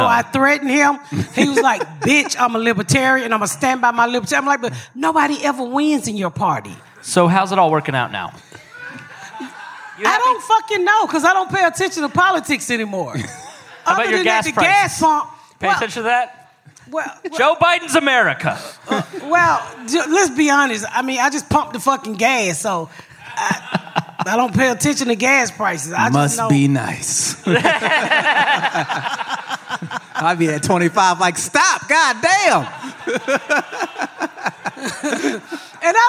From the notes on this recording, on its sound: Live from Skankfest Southwest. We are live this week at Skanfest Southwest!